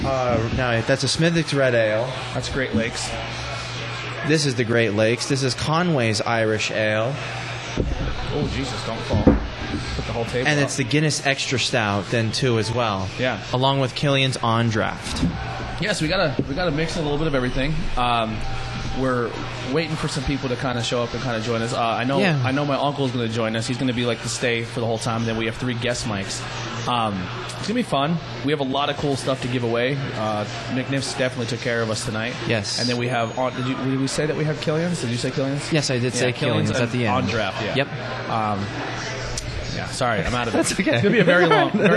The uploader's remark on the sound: We are on location At Mcniffs In Mahanoy City